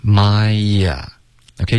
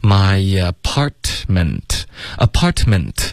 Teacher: my 跟 apartment,中间会有一个 ye 的音添加进去了